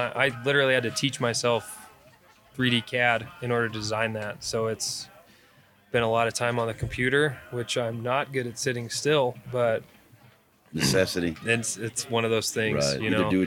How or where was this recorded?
busy venue